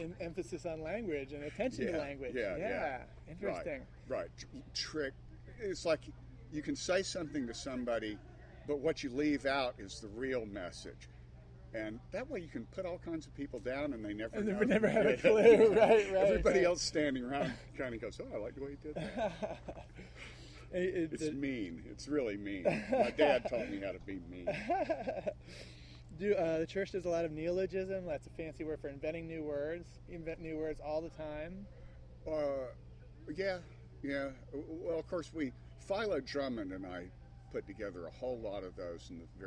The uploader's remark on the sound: recorded at Starwood Festival XXX on Wisteria Campgrounds